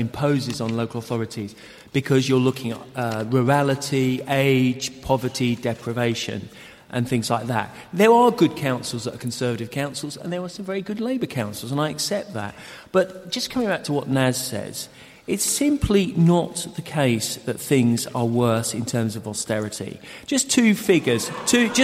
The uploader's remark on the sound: Political debate and discussion from Leeds Minster with a panel.